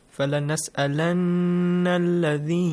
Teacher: you extend the sound for two counts and also nasal sound. And nasal sound, mashallah, produce. · Term: noon مشدد